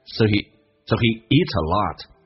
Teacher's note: So 不被强调，可以说成一个双元音，可以说成一个单元音，变成 so. He 可以说成一个短元音 he，因为不被强调有弱化